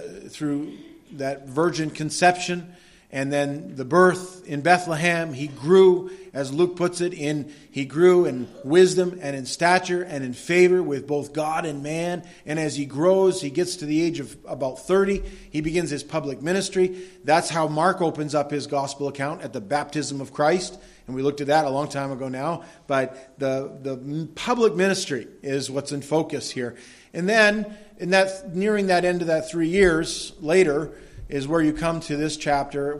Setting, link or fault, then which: setting, large echoing room